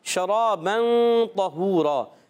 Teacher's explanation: شین میں ایک صفت پائی جاتی ہے جس کا نام ہے تفشی. کیا نام ہے؟ تفشی، یعنی منہ میں آواز کا پھیل جانا